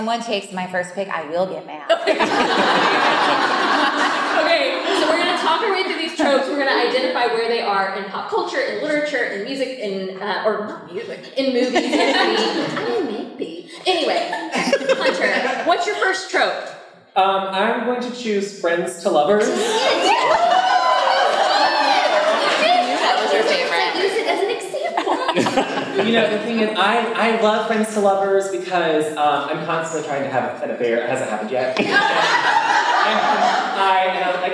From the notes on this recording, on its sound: A recording of our live show from our summer Reader Retreat this past weekend! Studio D Podcast Production. Thomasville, Georgia.